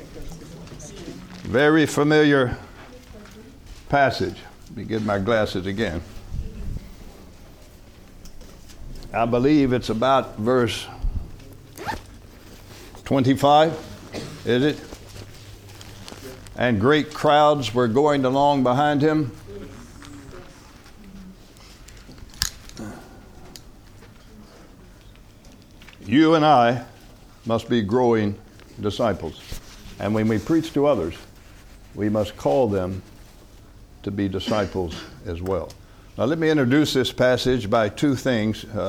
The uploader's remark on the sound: From the HeartCry Asia Conference 2023